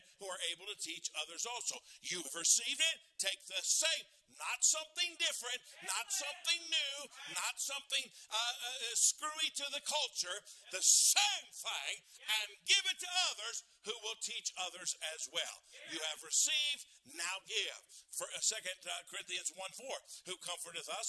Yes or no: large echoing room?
yes